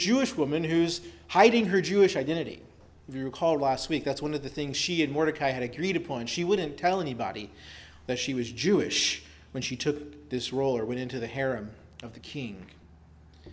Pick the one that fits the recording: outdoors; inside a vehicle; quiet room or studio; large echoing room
large echoing room